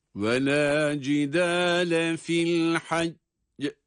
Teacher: Fil haccı kelimesinde dururken son harfin kalkale harfi olan cim olması sebebiyle sesimizi mahreçten kuvvetli bir ses çıkaracak şekilde ayarlıyor ve öyle duruyoruz cezimli olarak.